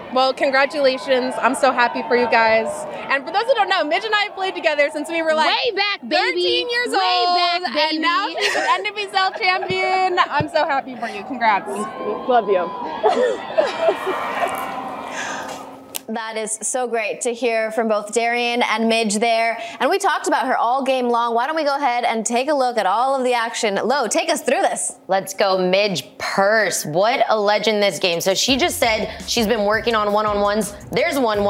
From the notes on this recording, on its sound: joins live from a watch party in NYC (7:29)